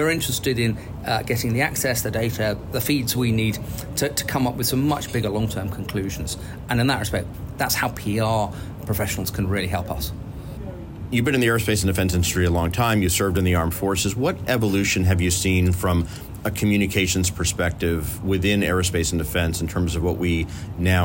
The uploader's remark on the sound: The interview, recorded on location at the biennial Paris Air Show, also captures trend-related civil and military news from the week-long event, the aviation’s largest industry-focused gathering.